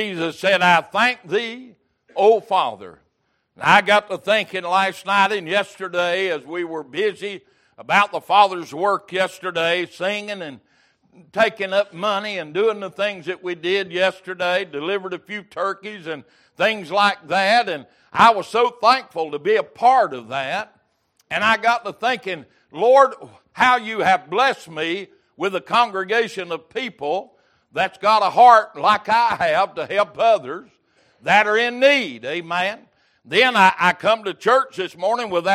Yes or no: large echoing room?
yes